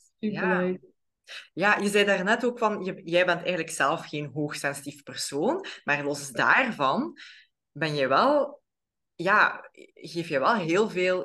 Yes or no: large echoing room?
no